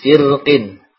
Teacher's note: Catatan, rasukun pada kata firqin, yaitu pada contoh yang kelima, kullu firqin, rasukun pada kata firqin, yaitu fir, lebih afdal dibaca tipis. Fir, ya, jadi lebih afdal dibaca tipis, firqin.